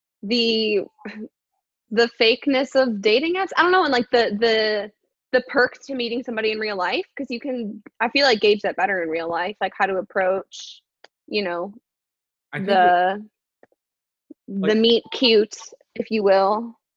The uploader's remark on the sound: Second quarantine zoom date is in the books